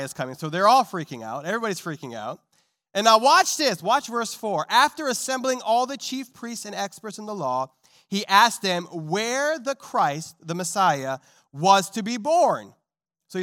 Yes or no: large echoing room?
yes